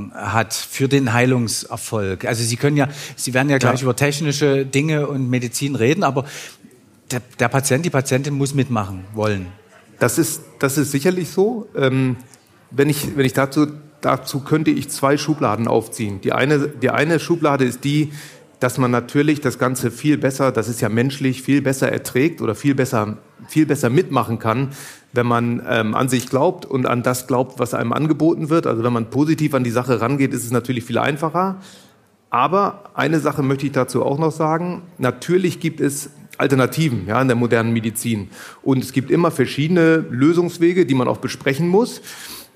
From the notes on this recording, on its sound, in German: live vor Publikum aufgezeichnet